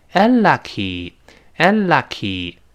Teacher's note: 在单词末尾的短音 “e”要变成“一”